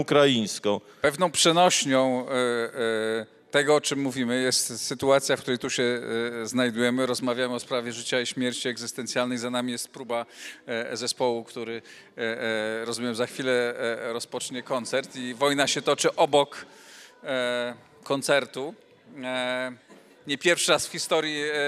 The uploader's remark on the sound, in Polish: nagrana podczas Europejskiego Kongresu Samorządowego w Mikołajkach